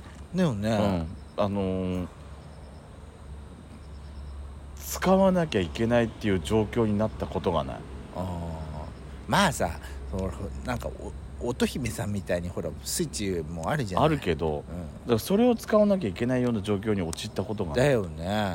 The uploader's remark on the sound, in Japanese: 秋の夜長、無人のサービスエリアにて。ロケ収録。